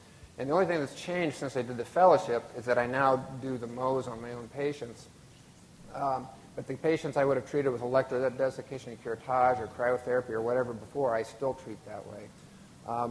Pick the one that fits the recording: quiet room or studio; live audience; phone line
live audience